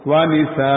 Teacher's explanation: Asalnya tanwin cuma karena kita waqaf akhirnya berubah menjadi mat. Namanya mat iwab.